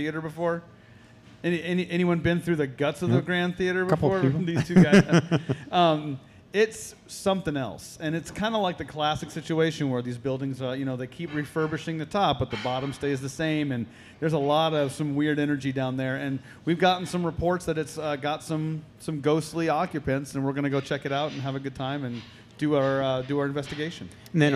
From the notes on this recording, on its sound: In our FIRST EVER Live Episode, we had the pleasure of enjoying some evening paranormal fun with a packed coffee house, here in good ol' Omaha, Nebraska!